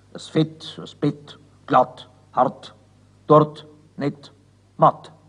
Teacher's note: Am Ende der Wörter spricht man das T richtig hart und der Schriftsprache gemäß.